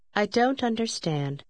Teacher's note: هل لاحظت كيف يصبح الصوت أو الحرف الأخير في كلمة don't أرق حين يندمج مع كلمة understand